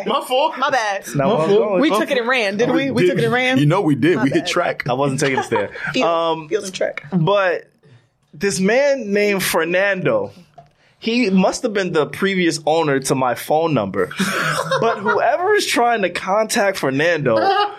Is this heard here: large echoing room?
no